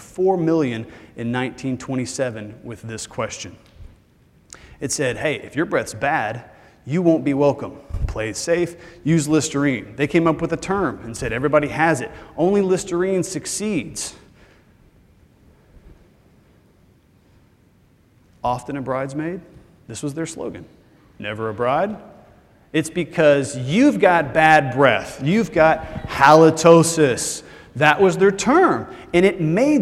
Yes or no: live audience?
yes